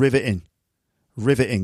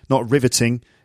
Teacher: So you can hear the T is missing · Shown in: first take